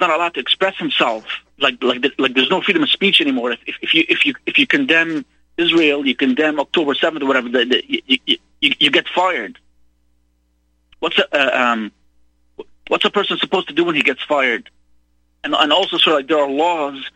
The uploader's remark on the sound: opens phone lines for callers